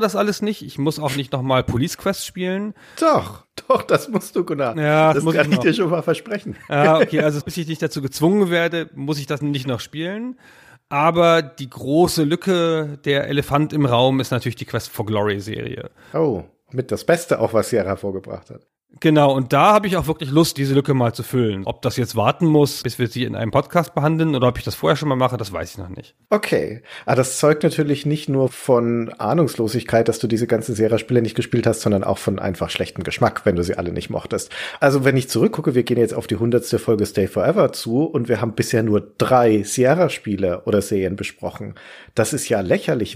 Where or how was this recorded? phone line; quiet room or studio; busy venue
quiet room or studio